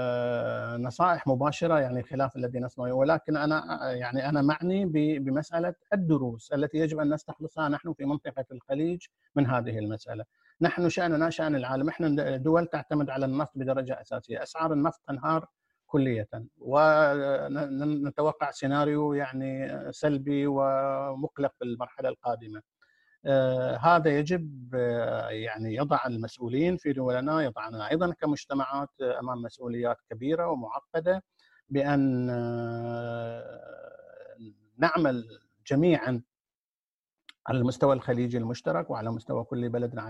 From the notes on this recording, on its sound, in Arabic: قناة أهل الكهف على برنامج Zoom. قناة أهل الكهف على برنامج Zoom.